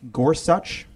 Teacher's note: The emphasis is the same on both the first and second syllable. · Term: spondy